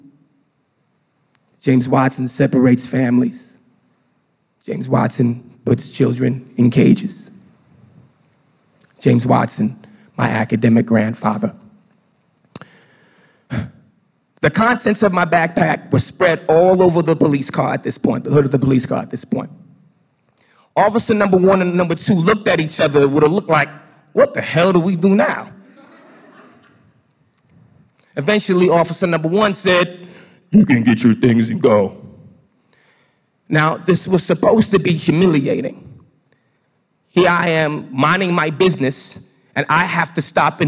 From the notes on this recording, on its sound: Got on stage and told a story for The Story Collider, a podcast and live storytelling show. Recorded by The Story Collider as part of the 2019 Evolution Meeting in Providence, Rhode Island.